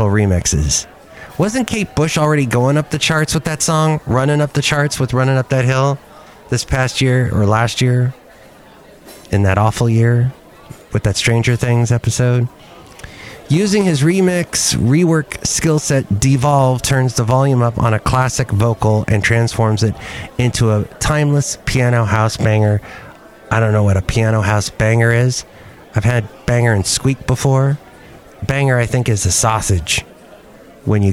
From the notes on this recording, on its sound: podcast live from Cafe Anyway